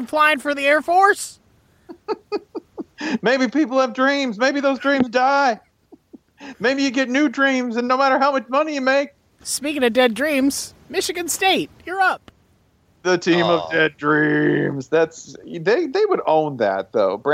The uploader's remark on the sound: He recorded his portion in the car this week in transit to SEC Media Days. Recording in his car on a phone over the ineptly paved and uneven highways of Alabama.